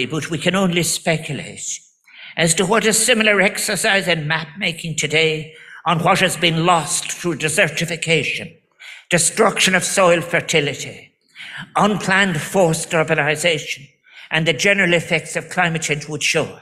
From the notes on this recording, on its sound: The World Food Forum, Rome. Delivered a speech at the World Food Forum grand opening ceremony.